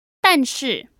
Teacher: That's two fourth tones.